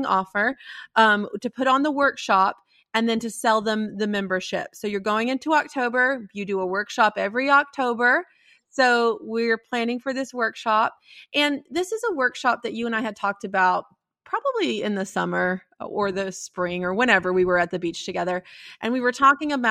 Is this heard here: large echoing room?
no